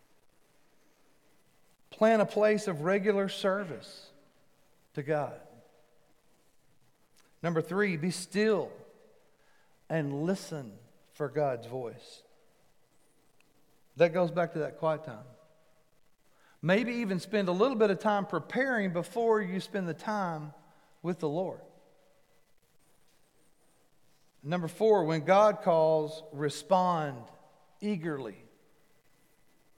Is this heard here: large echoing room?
yes